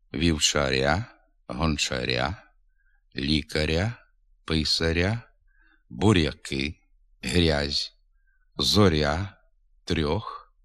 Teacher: На початку складу перед голосними звуками «а», «о», «у», на письмі перед буквами «я», м'який знак «о», «ю», а також перед «і», приголосний «р» вимовляється м'яко